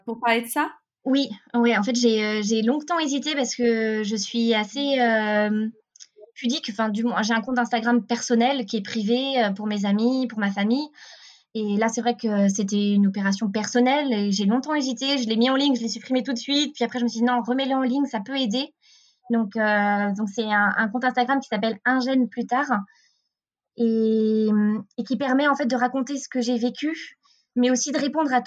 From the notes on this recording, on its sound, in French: Nous avons l’immense plaisir de vous retrouver pour un nouvel épisode enregistré à distance. On s’excuse par avance du son qui n’est pas optimal, enregistrement à distance oblige.